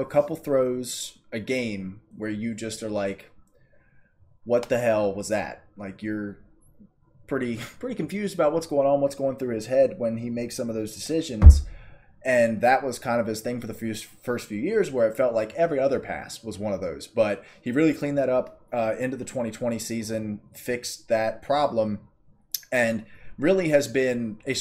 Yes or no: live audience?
no